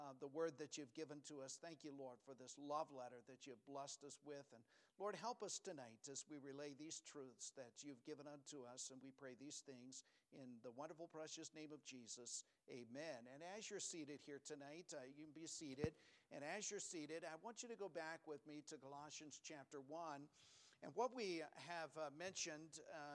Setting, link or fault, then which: setting, large echoing room